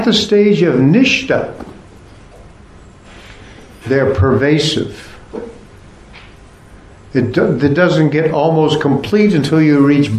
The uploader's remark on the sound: Part of the Bhakti Legacy Conference held at the ISKCON temple in Korsnas Gard, Sweden.